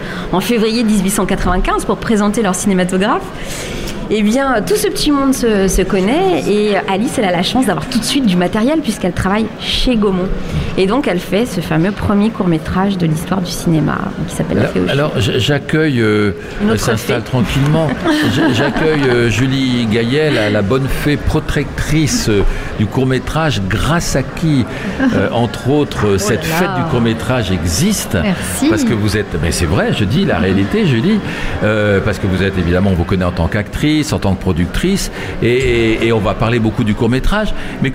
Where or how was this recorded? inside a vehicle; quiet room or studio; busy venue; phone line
busy venue